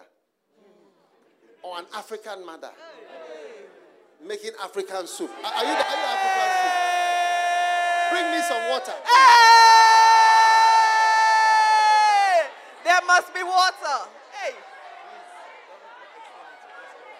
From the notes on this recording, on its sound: Preached at the Use It or Lose It Camp, USA.